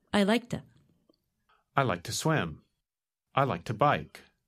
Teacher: When we say it quickly, the word to is pronounced ta.